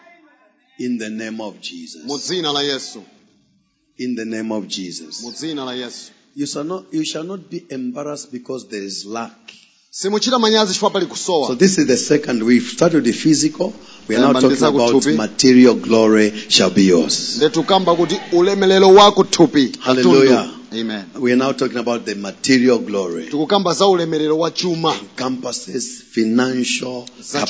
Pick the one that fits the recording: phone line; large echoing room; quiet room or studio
large echoing room